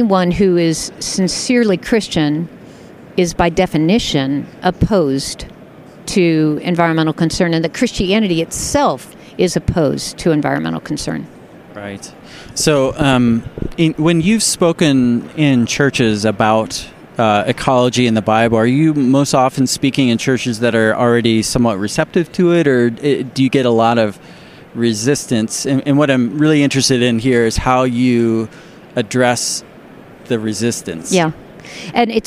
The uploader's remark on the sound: Comin’ to you live from the annual Society of Biblical Literature conference in Denver!